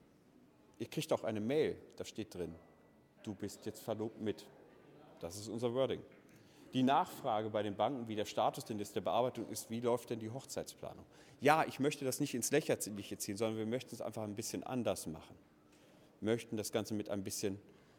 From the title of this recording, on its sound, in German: Vortrag des Gründers beim Immobilienstammtisch Heilbronn